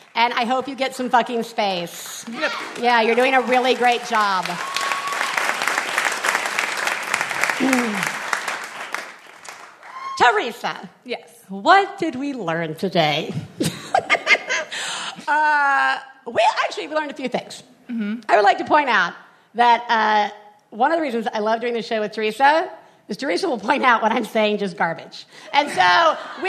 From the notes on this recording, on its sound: One Bad Mother is live from The Bell House in Brooklyn this week!